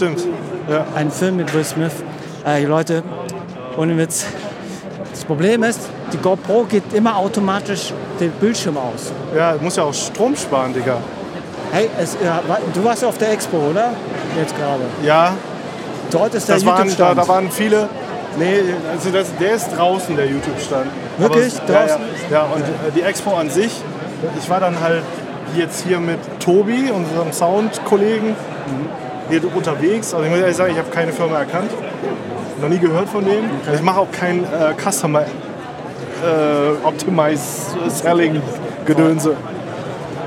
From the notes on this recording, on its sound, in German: Erster Besuch auf der OMR "Online Marketing Rockstars". In der heutigen Spezialfolge sind wir auf der OMR "Online Marketing Rockstars" und nehmen euch live vor Ort mit.